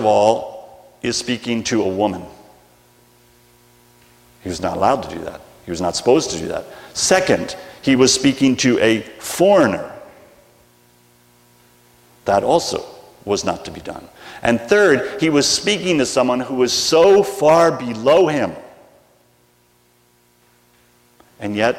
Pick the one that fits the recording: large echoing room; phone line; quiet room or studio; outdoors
large echoing room